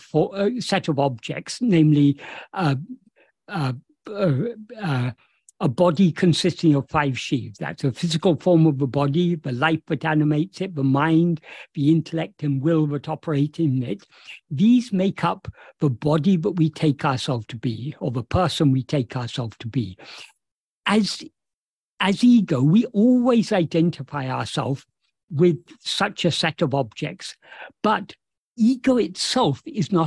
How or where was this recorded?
video call